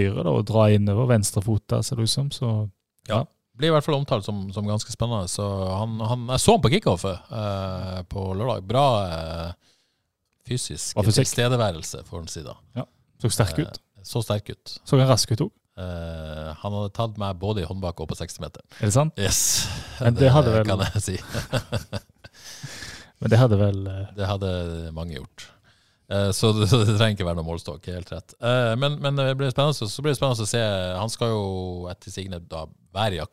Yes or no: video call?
no